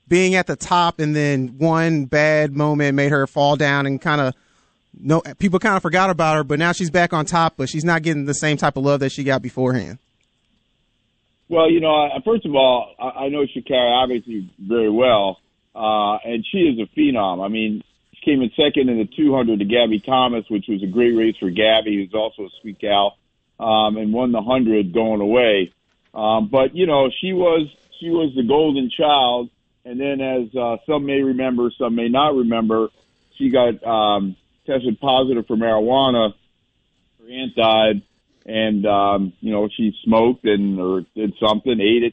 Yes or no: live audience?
no